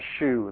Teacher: closed back, rounded would be their description for shoe, the vowel in shoe